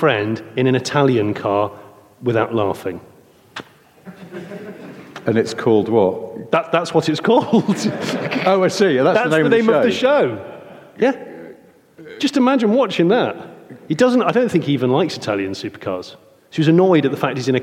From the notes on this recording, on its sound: In their second London live recording